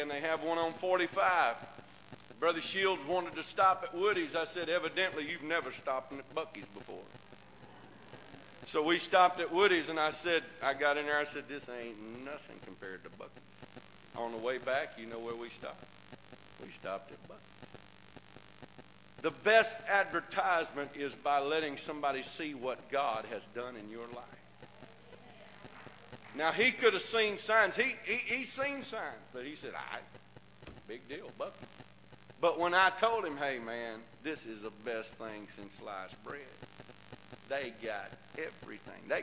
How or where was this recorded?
large echoing room